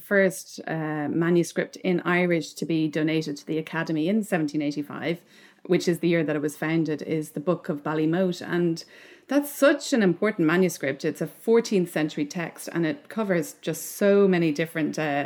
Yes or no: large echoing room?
no